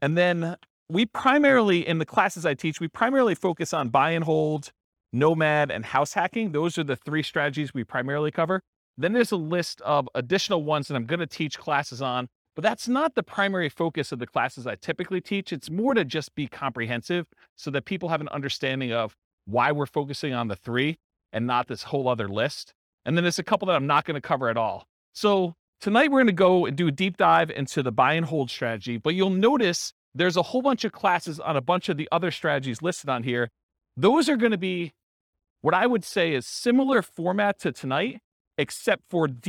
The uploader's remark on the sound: This was a live class recorded